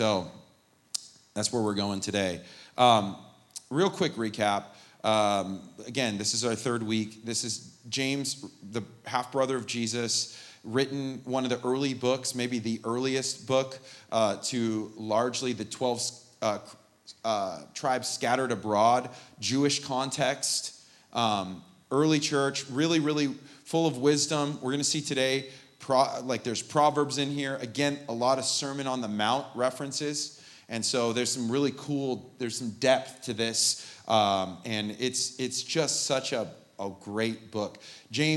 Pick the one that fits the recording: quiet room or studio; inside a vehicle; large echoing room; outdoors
large echoing room